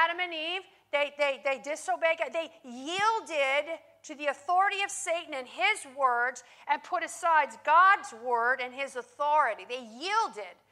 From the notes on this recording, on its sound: In this teaching, recorded live at Worship Church.